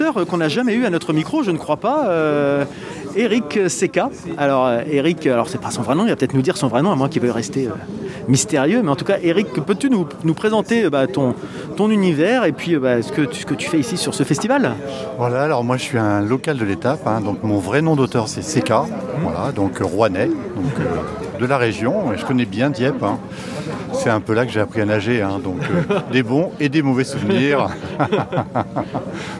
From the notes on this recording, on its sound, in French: Cette année, en raison des conditions sanitaires, nous n'avions pas de studio sur place. Un festival qui, une fois n'est pas coutume, s'est déroulé en extérieur. Au lieu de faire venir les personnes à notre micro, d'aller tendre le micro là où se trouvent les différents intervenants du festival.